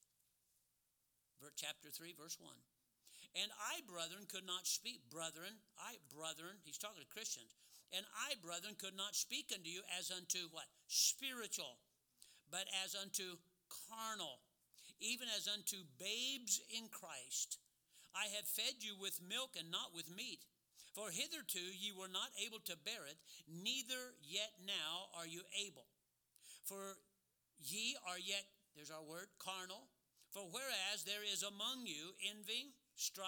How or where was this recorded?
large echoing room